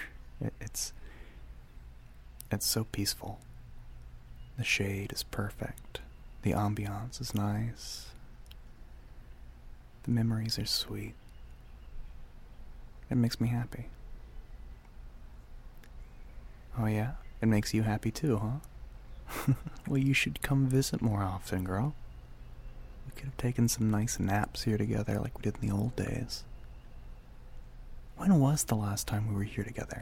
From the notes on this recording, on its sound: Outdoors.